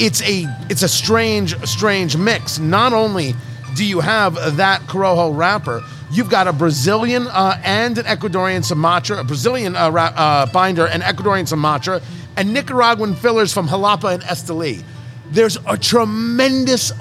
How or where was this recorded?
busy venue